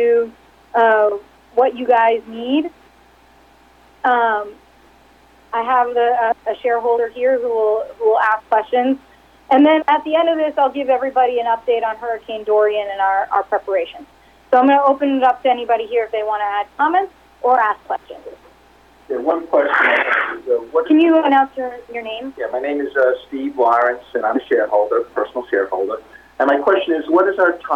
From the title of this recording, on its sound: Progressive Care Conference Call for Q3 2019